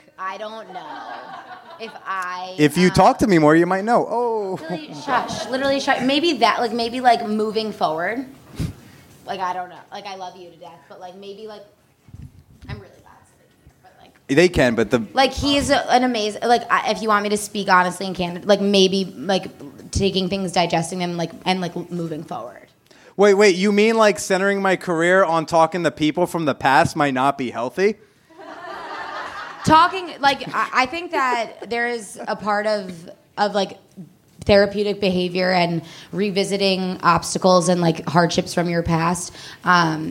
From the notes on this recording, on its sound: LIVE from Oakland. In front of an audience in Oakland. Live show recorded at the Octopuss Literary Salon.